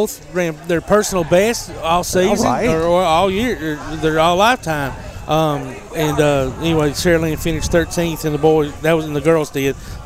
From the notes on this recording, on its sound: Live at 'Hope for Athens' at Swan Creek Park